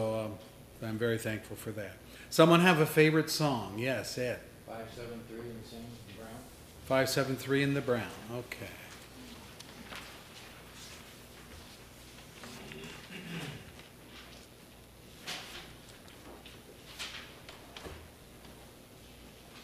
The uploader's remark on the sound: services recorded at Thornville Baptist Church